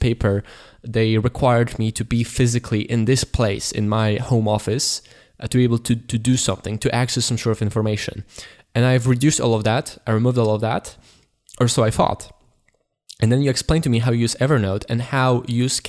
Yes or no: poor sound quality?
no